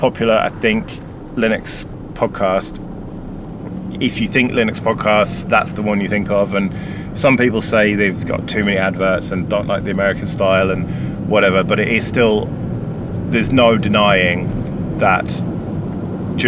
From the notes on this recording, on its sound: Catchup from the motorway. I was bored on the motorway so I decided to record a solo episode.